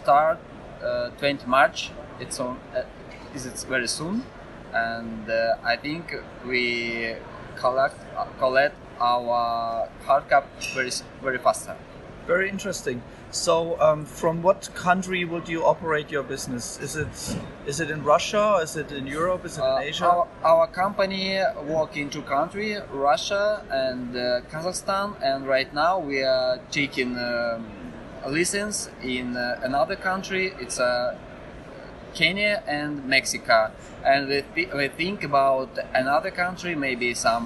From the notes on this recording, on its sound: I have to unfortunately warn you in advance about the varying quality of the audio files. Recording was quite challenging since I was in the noisy center of the event and alas not in the quiet eye of the storm!